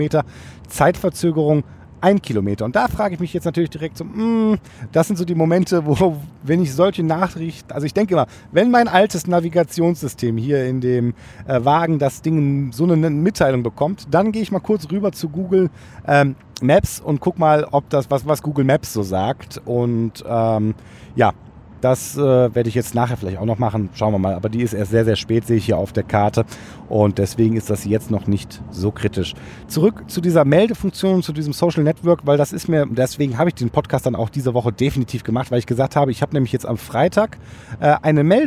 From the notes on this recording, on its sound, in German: Bevor ich die Folge im Auto aufgenommen habe.